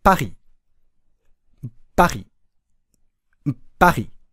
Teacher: パにアクセントを置くことで、意識がパに集中するので、意外とリがうまく発音できる · パにアクセントのままで、りはあまり意識しないでください